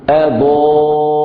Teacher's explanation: الهمزة الأولى على مرتبة واحدة من الترقيق، الضاد مفتوح على ألف في المرتبة الأولى من التفخيم